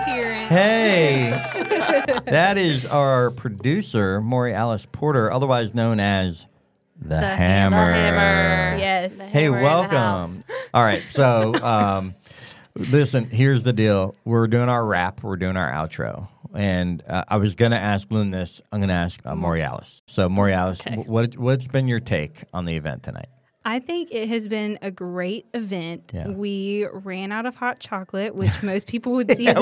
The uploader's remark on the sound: This episode is unique as the recording took place during our Jingle Fest event. Jingle Fest is an annual event, hosted by the Troy University IDEA Bank, which brings together student entrepreneurs, the local community, and loads of holiday cheer!